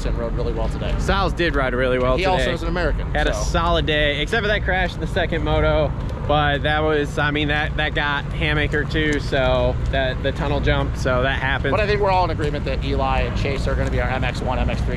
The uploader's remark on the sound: Live from Redbud post race. We walk around the pits after the race and talk to who we can talk.